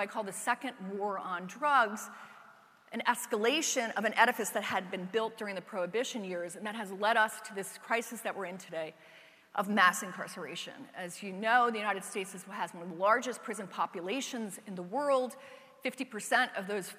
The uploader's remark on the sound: TED-style talks with two prominent faculty members for an audience of reunioning alumni